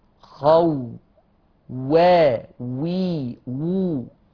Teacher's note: الواو المتحركة والواو اللينة تخرج من الشفتين، من الشفتين مع استدارتهما